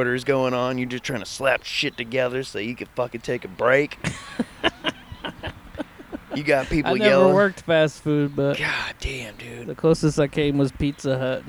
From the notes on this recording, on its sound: Backyard Chillin'. It was a nice recording day so we decided to take the podcast outside so we could chill and take in some rays. A little more energetic, outdoor mood.